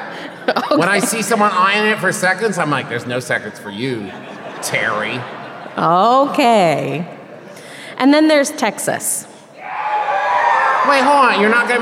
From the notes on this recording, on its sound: This week’s episode is the LIVE show from Kansas City, MO!